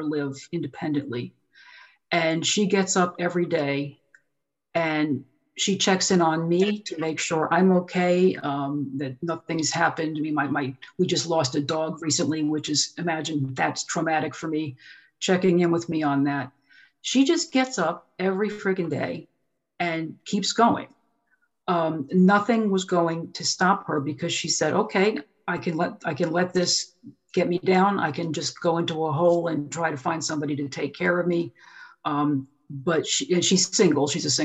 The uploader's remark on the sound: Recorded on Zoom.